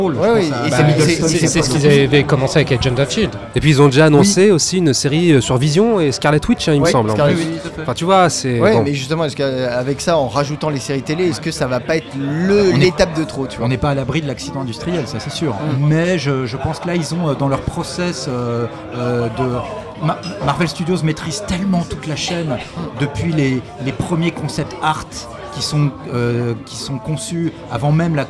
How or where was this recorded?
busy venue